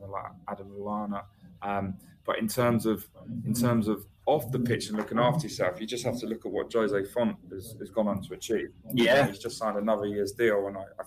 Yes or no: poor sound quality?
yes